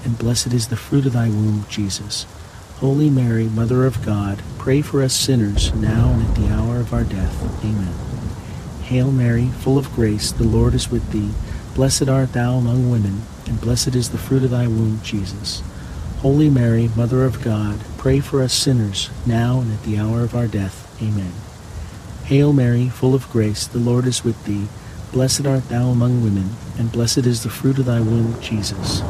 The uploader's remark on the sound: HEAVY RAIN. The natural ambient sounds of heavy pouring rain with crackling thunder and lightning will fill your senses with calm and wash away distractions alongside this Tuesday rosary.